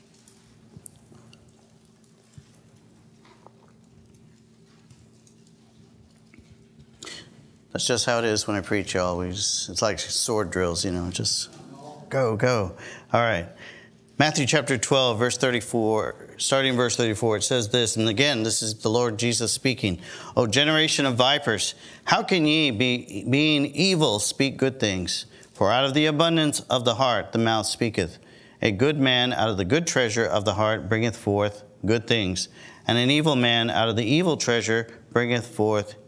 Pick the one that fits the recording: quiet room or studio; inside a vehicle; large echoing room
large echoing room